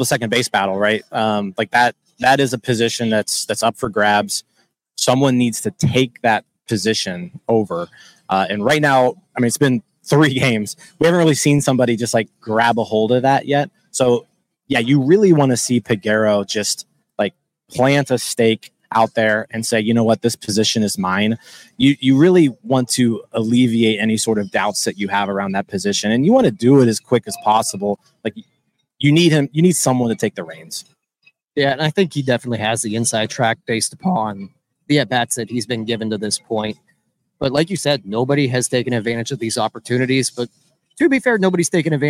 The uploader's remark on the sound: LIVE At LECOM Park. We are live inside LECOM Park for today’s Spring Training game.